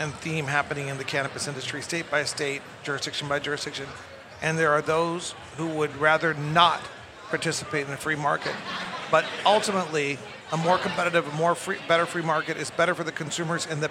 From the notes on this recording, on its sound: Recorded at MJBizCon 2023